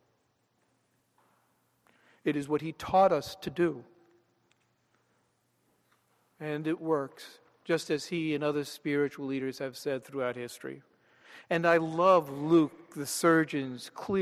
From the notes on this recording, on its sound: This sermon was delivered at Downtown United Presbyterian Church, Rochester, NY on Sunday, July 28, 2013.